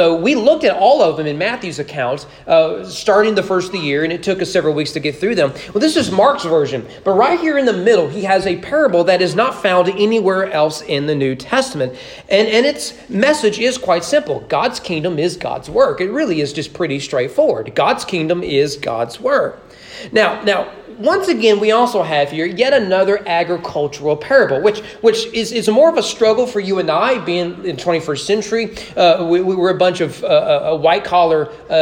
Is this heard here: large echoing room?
yes